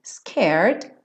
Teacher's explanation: Então, enrolou a língua para o R, scared, põe o D